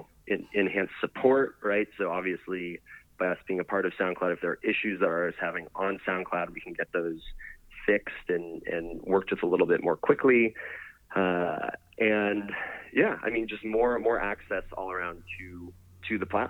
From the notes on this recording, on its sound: called